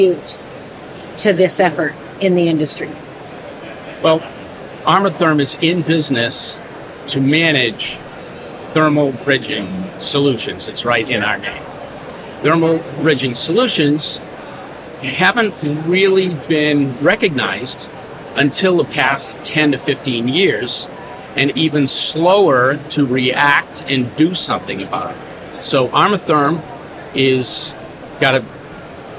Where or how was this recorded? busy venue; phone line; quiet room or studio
busy venue